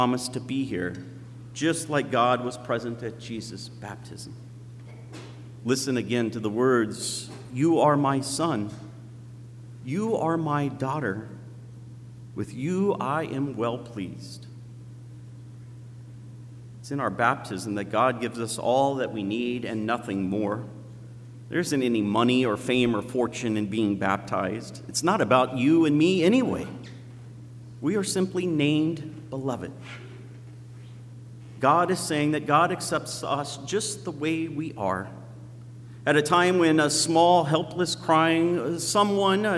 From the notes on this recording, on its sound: at Zion Lutheran Church in Muscatine, Iowa